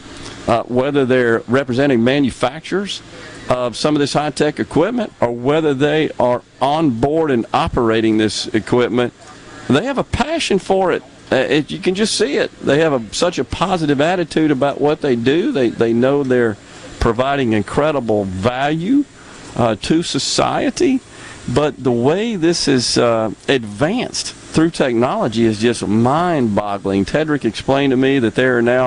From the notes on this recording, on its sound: Broadcasting LIVE on location from The Mid-South Forestry Equipment Show in Starkville.